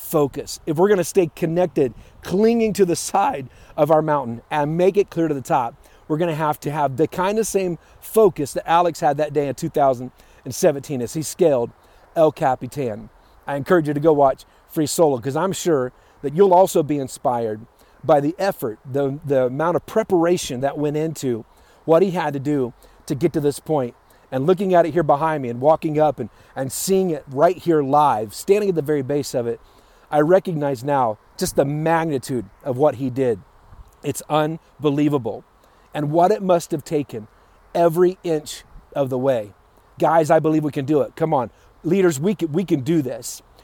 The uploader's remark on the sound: Live from Yosemite National Park